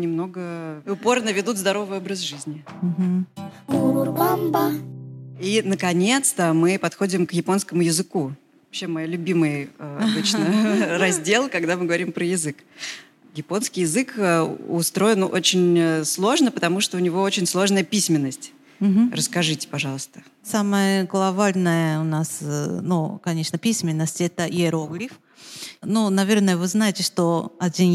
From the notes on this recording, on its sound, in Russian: Открытая запись! Выпуск, записанный вживую!